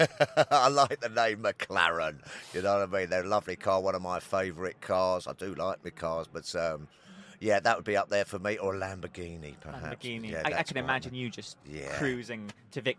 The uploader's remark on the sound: This episode was recorded live at the 2021 British Motor Show in Farnborough.